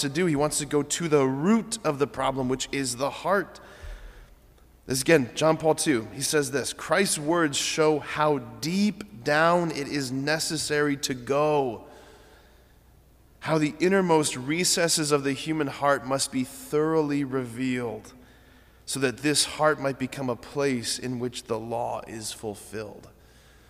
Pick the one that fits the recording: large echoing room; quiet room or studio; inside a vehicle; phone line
large echoing room